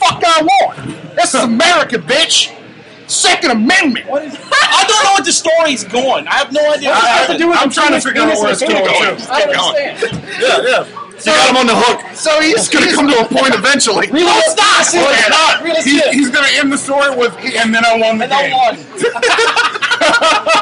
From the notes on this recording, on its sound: This episode is fairly out of control, since it takes place in a bar. Recording live from the Naughty or Nice Christmas Show at the Twist of Lime.